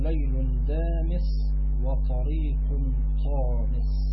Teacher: قال: فالأول يكون باختلاف ركنيه في حرفين لم يتباعدا مخرجا، إما في الأول نحو ليل دامس وطريق طامس، فالدال والطاء كلاهما من الحرف اللساني، وإما لساني يعني من مخرج اللسان، يعني الطاء من وسط اللسان والدال من طرف اللسان